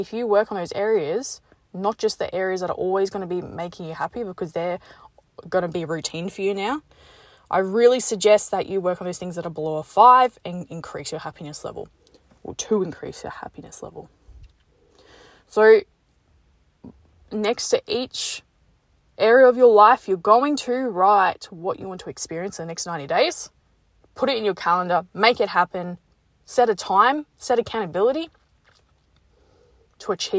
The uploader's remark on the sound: Just got out the gym and recorded this in my car.